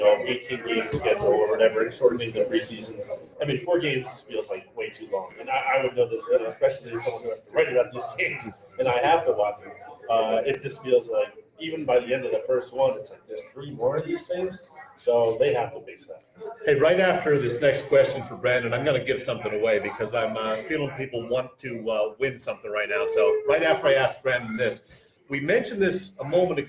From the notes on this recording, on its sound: Live at Irish Rover. Here's the audio from our second live-on-location Irish Rover show. Always fun to be out in public to see a bunch of our listeners in the flesh!